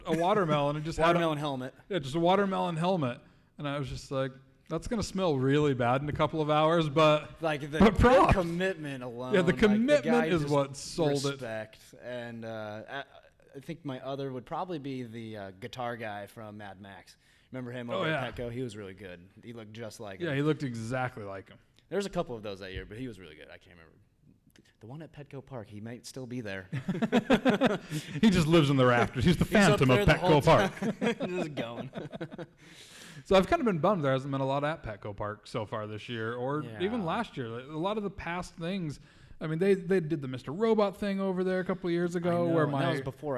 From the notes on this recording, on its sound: Today's episode is LIVE from 2018 San Diego Comic-Con! Took the show back to San Diego for our 4th year with our first panel exclusive!